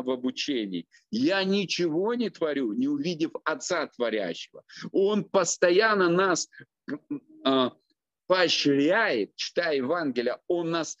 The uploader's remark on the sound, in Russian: Zoom-встреча с командой.